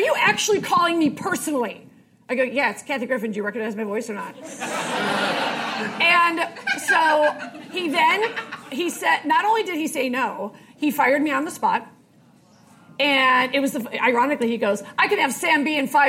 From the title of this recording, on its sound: Live at SXSW, Austin Texas